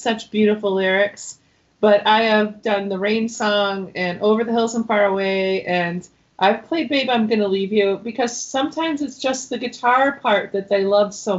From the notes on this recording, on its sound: In this episode I Skype with singer/songwriter